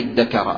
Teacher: الإدغام بإبدال الأول الذي هو الذال من جنس الثاني، الذال تبدل دالا فتصير إدكر بالدال المهملة.